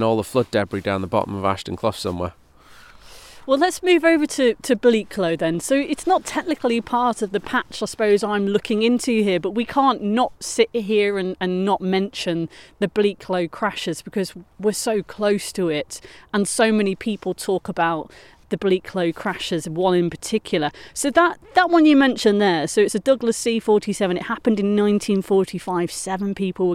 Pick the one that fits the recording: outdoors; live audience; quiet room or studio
outdoors